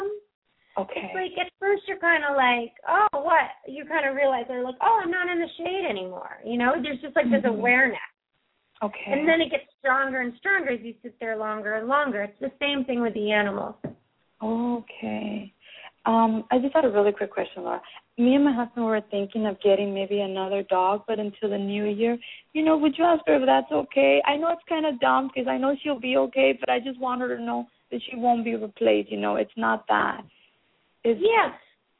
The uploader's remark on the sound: open up the lines for listeners to call